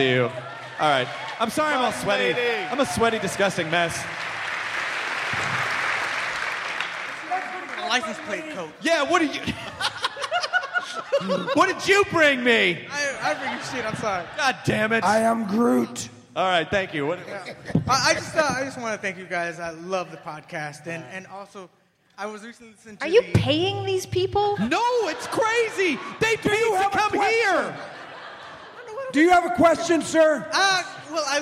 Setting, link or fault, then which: setting, live audience